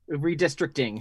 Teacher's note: He's got that plosive T in the middle.